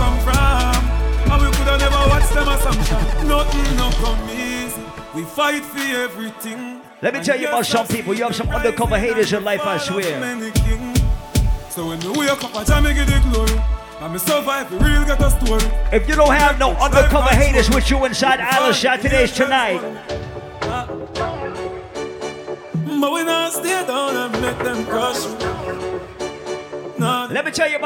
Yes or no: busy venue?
yes